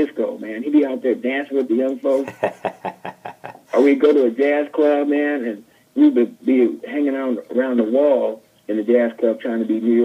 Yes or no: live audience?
no